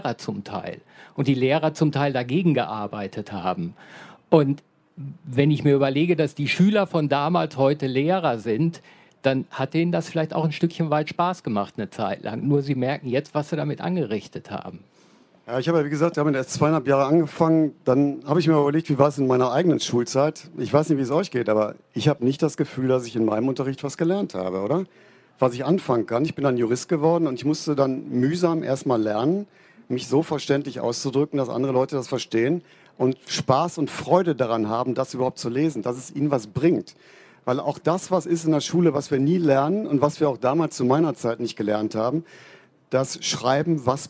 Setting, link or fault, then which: setting, live audience